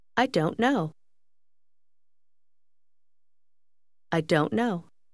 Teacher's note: wie der T-Laut am Ende von don't fast verschwindet